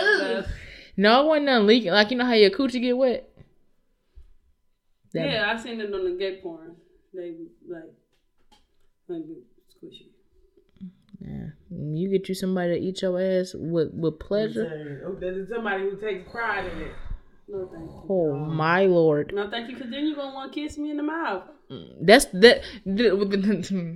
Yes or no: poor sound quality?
yes